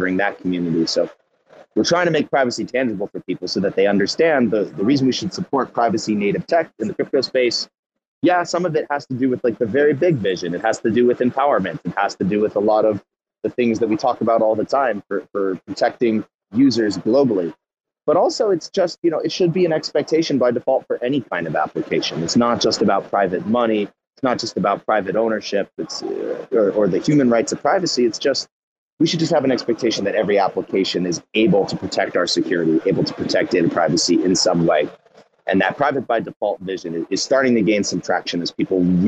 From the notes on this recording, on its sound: Live from Cosmoverse 2022.